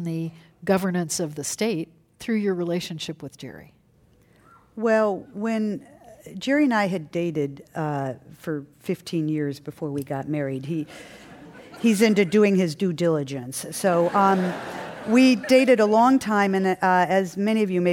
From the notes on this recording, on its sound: This program was recorded in front of a live audience at The Marines Memorial Theatre in San Francisco.